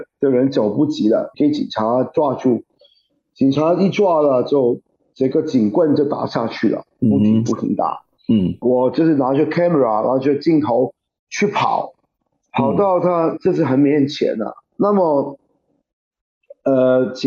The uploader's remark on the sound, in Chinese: 本集節目以線上訪談進行，音質會較不穩定，盡請見諒！